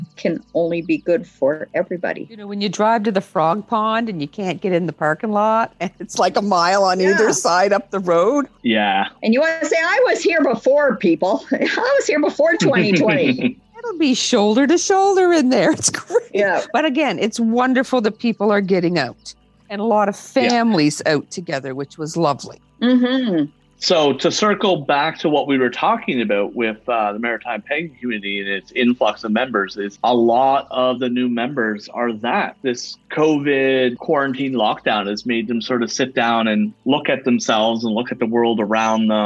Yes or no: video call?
yes